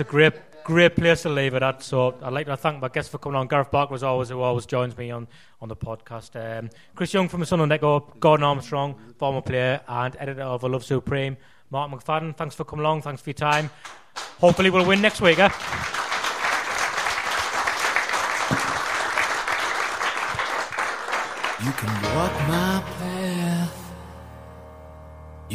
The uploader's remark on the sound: Live at The Isis. With a live audience at The Isis, Sunderland.